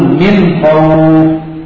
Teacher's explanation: نون ساكنة بعدها خاء إظهار